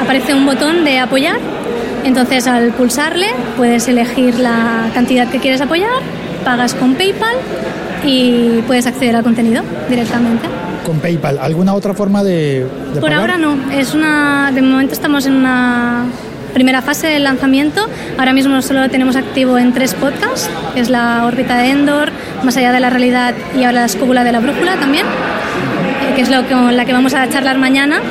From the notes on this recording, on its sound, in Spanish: Desde Alicante, en un episodio grabado entre muchos podcasters conversando de todo al mismo tiempo. Y simultáneamente desde Bogotá con el nuevo Moto Z Force 2.